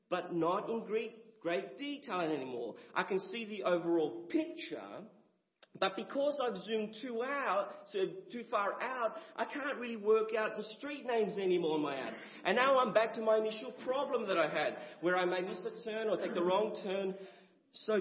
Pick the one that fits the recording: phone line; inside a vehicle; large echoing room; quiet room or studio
large echoing room